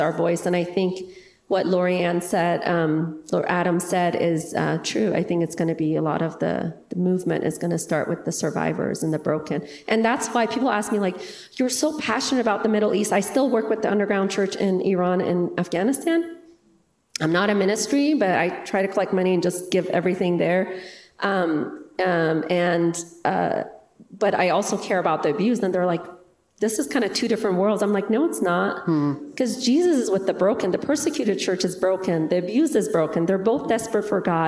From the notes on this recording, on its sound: interview at the RESTORE conference